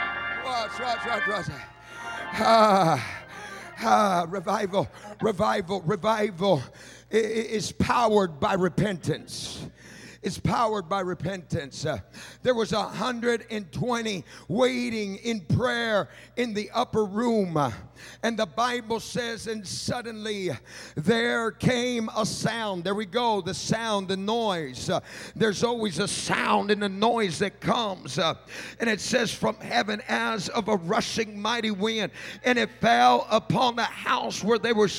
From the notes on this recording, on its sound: from our Summer Revival recorded live this week